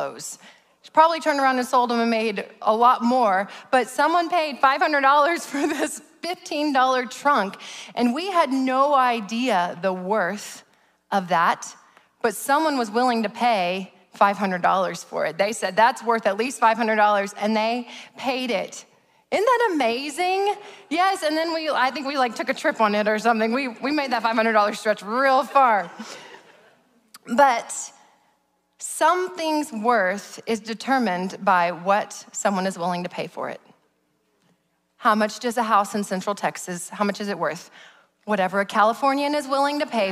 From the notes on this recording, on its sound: Preached at Sozo Church in November of 2021.